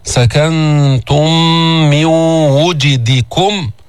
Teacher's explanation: قبلها أتينا بإدغام المتماثلين الشفوي، سكنتم من ميم وميم أدغمتا فصارت ميما واحدة مشددة، سكنتم مع الغنة، سكنتم من وجدكم.